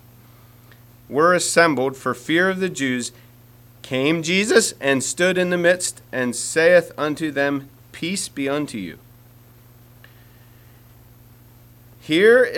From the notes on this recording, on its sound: Message preached at Word Of Hope Mennonite Church